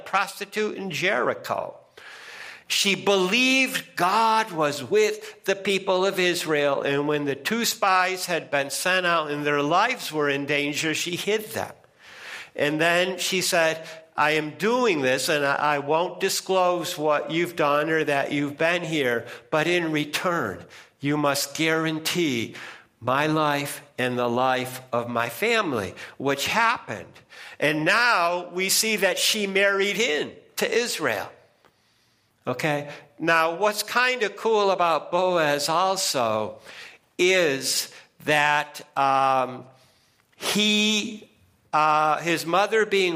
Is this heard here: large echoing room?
yes